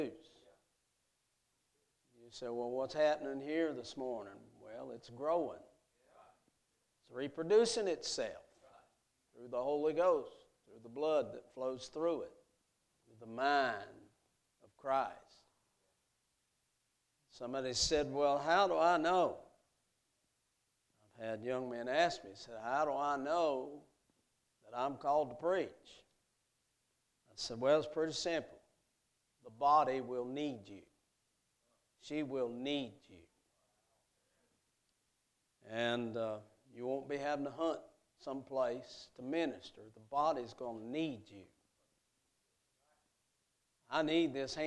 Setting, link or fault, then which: setting, large echoing room